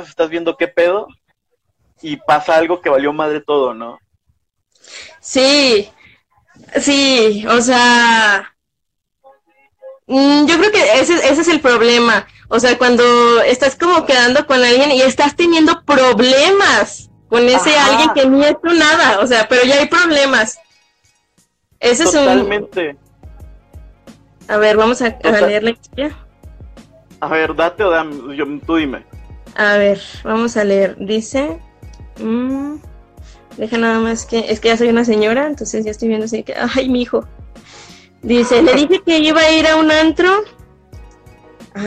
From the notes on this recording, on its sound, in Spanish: El audio no es el mejor